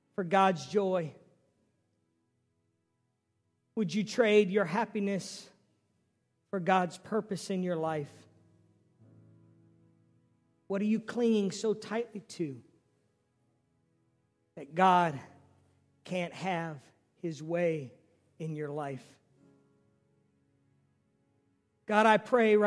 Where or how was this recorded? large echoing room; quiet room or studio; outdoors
large echoing room